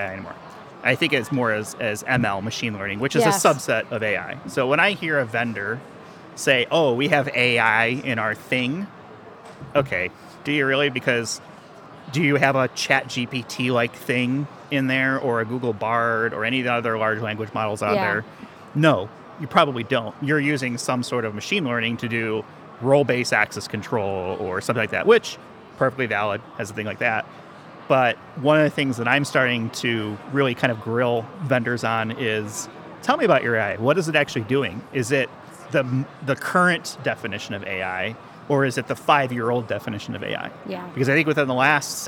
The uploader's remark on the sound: Recorded live at the Identiverse 2023 conference.